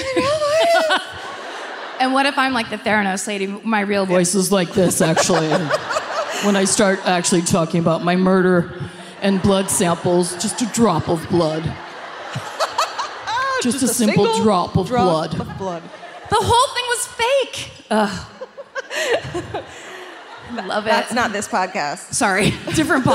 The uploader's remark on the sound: Live at the Blaisdell Concert Hall in Honolulu.